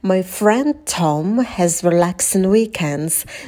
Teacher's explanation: в слове weekends на к добавьте придыхание, и в конце звук z будет звонким, не оглушайте.